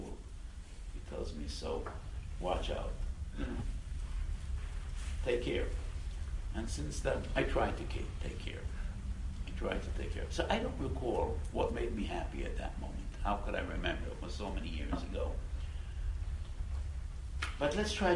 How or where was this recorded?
live audience